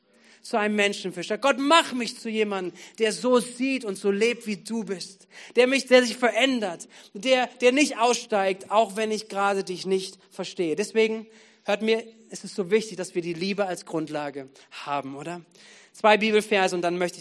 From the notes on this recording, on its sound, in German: Gottesdienst am 13.11.2022.